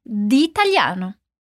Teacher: Agora perceba que di italiano, que significa de italiano, tem dois detalhes importantes. Primeiro, o som do D. Ele emenda na palavra italiano. como se não tivesse um espaço entre as duas palavras.